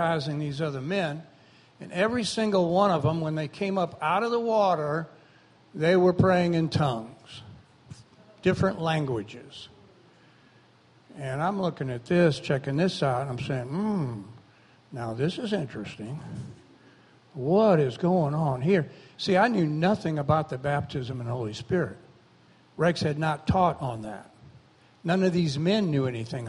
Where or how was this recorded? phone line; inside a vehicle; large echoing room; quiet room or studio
large echoing room